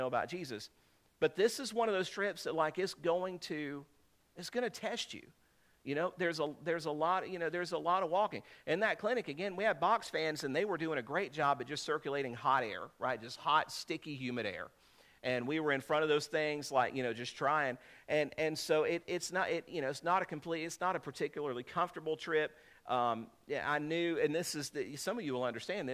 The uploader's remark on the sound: This is a sermon I preached on 7/30/2023